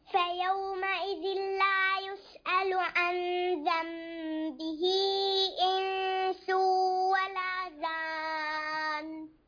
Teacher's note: النون مشددة تغني بمقدار حركتين وجان ست حركات